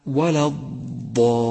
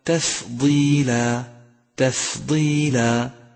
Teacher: فنلاحظ ظهور صفة الاستطالة عند الضاد المشددة والساكنة أكثر منها عند الضاد المتحركة